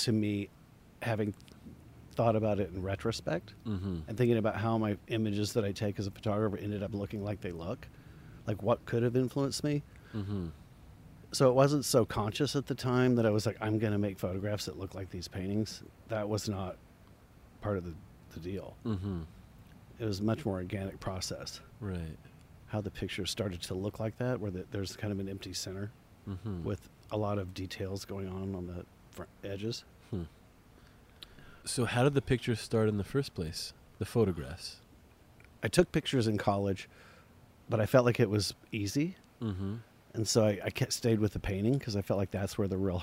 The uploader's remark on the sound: We had this conversation in the garden outside his home in Silver Lake in Los Angeles.